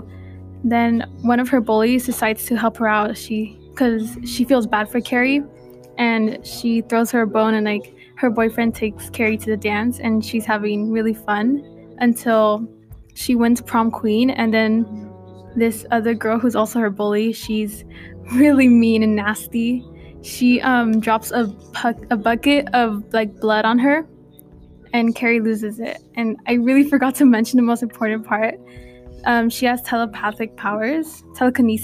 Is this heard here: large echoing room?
no